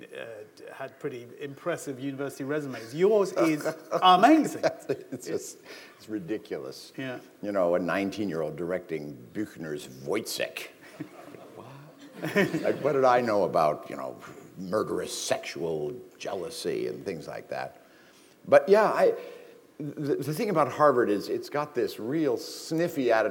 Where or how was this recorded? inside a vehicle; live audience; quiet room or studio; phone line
live audience